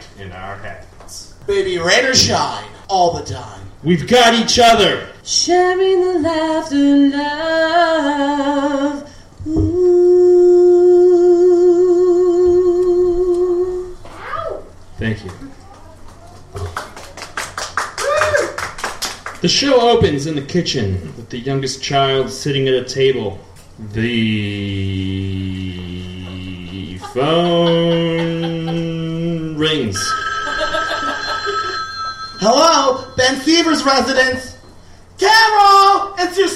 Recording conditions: live audience